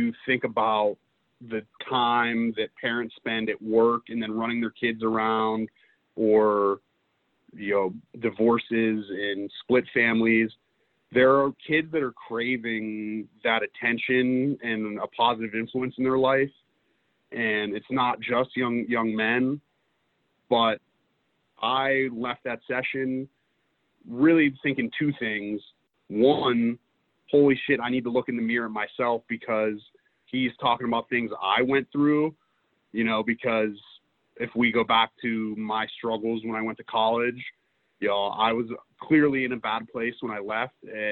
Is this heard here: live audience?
no